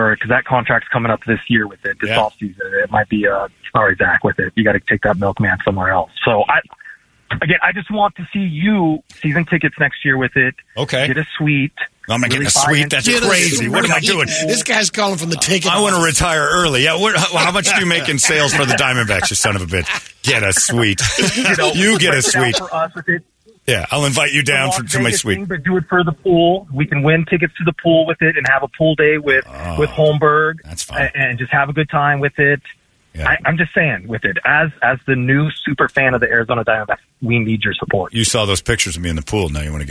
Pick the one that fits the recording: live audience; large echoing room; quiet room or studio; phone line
phone line